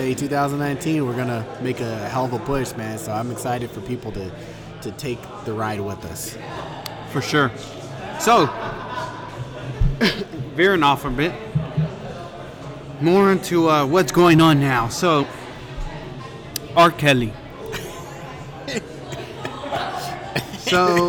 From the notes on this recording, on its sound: with some brews at 8th Wonder Brewery in Houston Texas